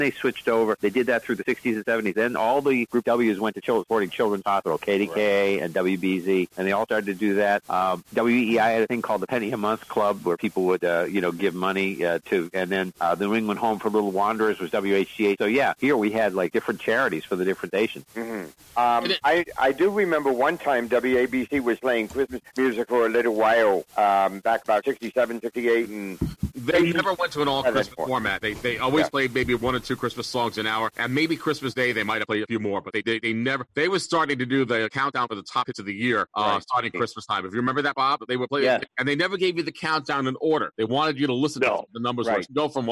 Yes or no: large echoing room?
no